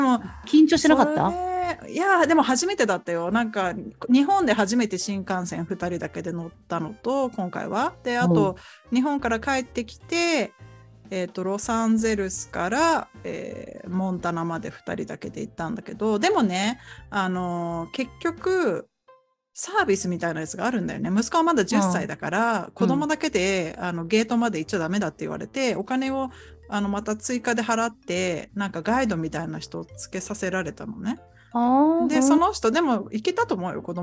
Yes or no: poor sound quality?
no